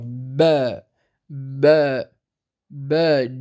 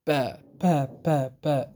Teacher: يجب على القارئ عند نطق الباء الفصيحة أن يحبس كلا من الصوت والنفس · Shown in: first take · Term: شديدة مجهورة